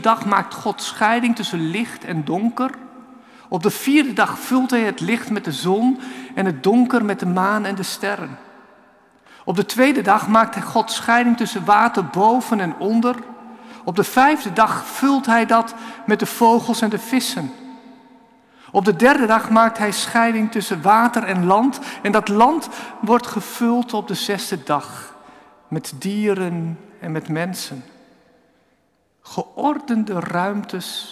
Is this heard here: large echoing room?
yes